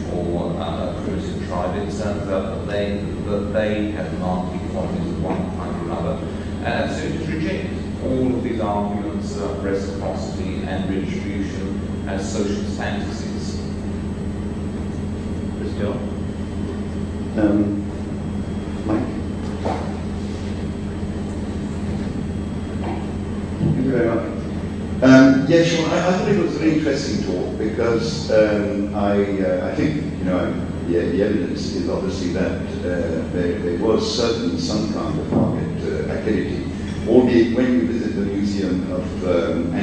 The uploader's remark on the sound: Better audio track in preparation… will replace the current track when ready. This lecture is from the 2008 meeting of the Property and Freedom Society.